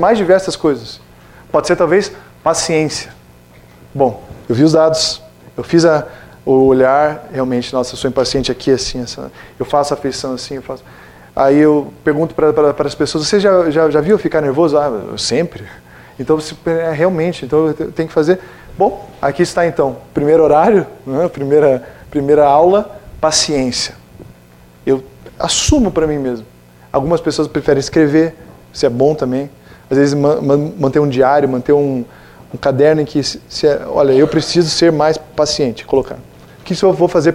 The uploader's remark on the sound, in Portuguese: Palestra ao Público